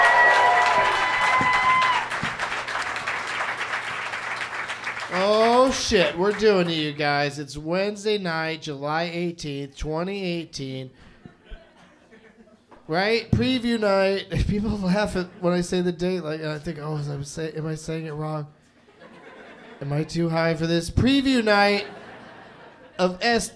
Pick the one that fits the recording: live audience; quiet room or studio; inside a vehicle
live audience